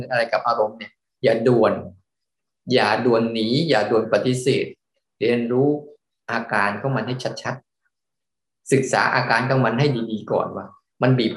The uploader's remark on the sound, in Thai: เป็น 1 ใน 3 คอร์สออนไลน์ (ผ่านโปรแกรม Zoom)